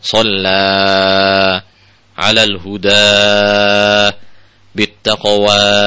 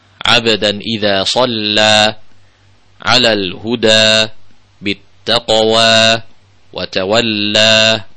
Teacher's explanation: kalau kita waqaf, ya, kalau berhenti di akhir ayat, maka berhentinya cukup 2 harokat · Shown in: second take